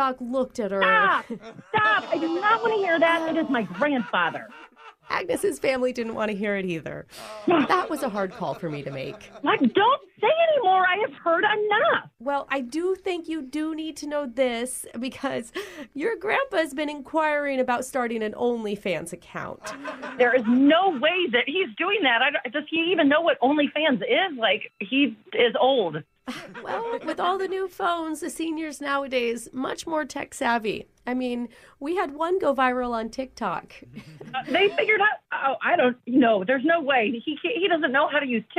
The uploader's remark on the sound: Phone Tap.